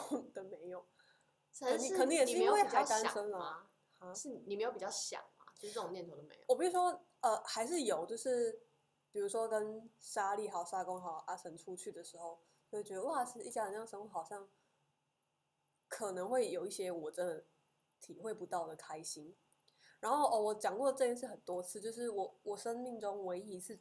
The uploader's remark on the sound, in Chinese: 感謝只要有人社群顧問提供錄音器材及場地。這集收音品質出了點問題。